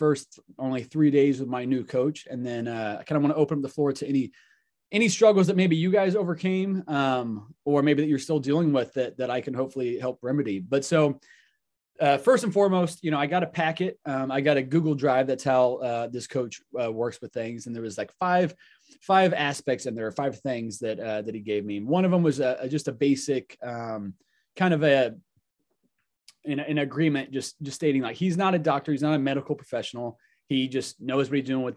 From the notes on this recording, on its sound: Today's episode is a pre-recorded zoom call with the Thriving Lives Community. Every week I host a zoom call.